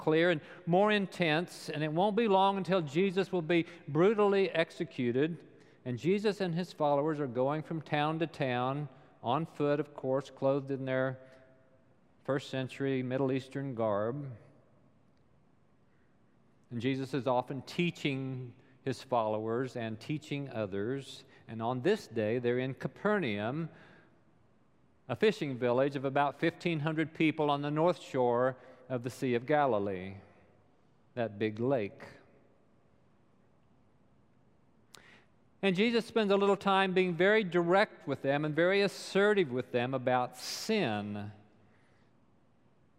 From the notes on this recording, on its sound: Recorded live during the Sunday worship service.